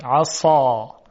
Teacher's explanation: تنها کاری که انجام شد این بود که انتهای زبان به طرف بالا و عقب میل پیدا کرد و صدا کاملا درست شد. · Term: استعلا و اطباق